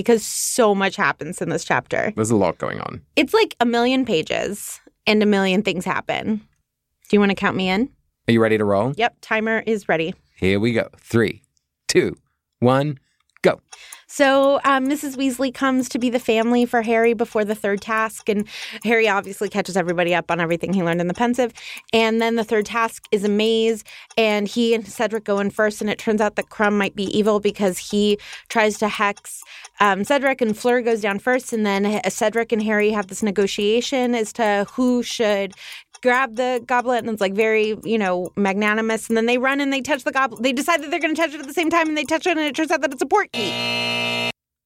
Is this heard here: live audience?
no